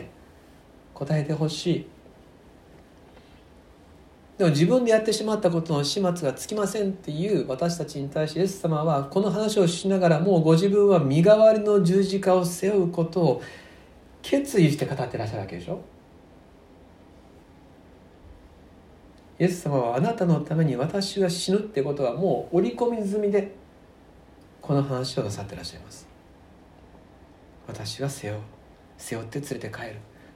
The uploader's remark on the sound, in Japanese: 吉備教会礼拝メッセージ録音